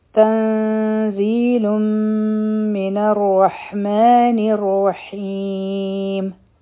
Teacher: تنزيل د نون ساکن نه پس زا راغله، نو دلته کې به مونږ نری اخفا کو او په زا کې به بزنګ والا آواز وي، او دا حرفی مد دا هم دی.